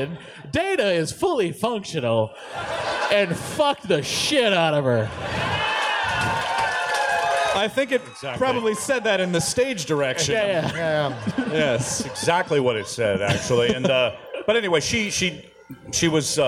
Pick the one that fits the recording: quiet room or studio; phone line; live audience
live audience